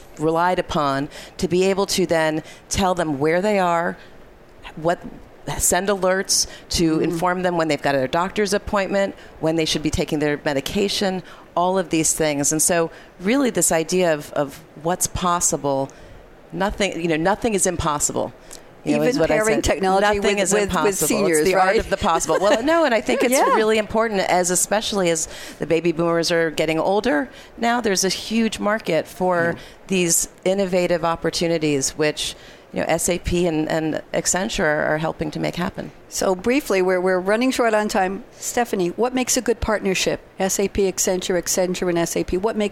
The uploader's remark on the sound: Live from Sap Sapphire Now 2017